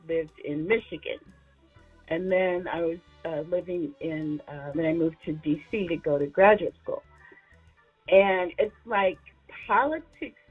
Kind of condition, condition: link, phone line